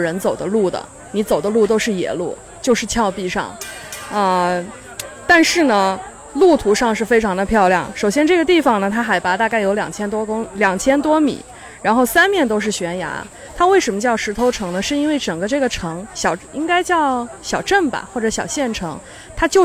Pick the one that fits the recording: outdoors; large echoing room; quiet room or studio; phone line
outdoors